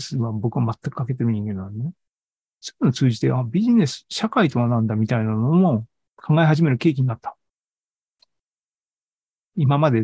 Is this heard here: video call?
yes